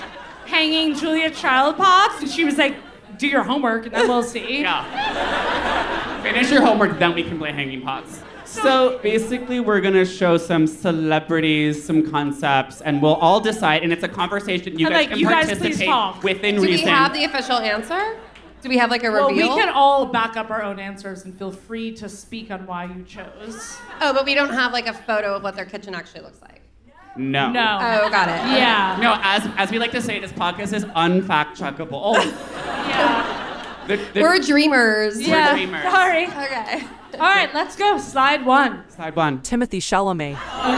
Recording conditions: live audience